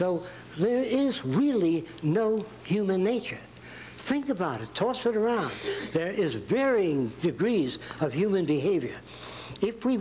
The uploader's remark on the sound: introduction lecture at Nichols College